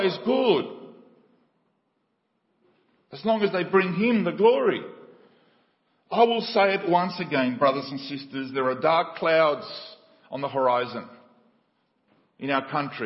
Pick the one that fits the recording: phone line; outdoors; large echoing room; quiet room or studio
large echoing room